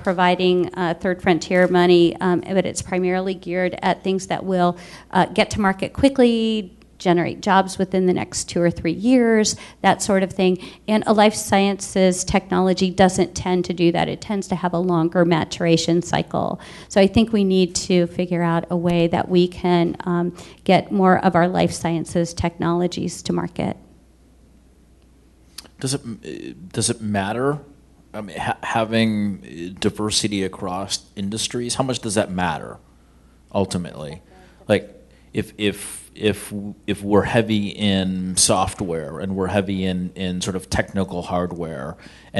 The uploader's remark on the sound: Startup Grind Columbus. This is the audio recording from the live event.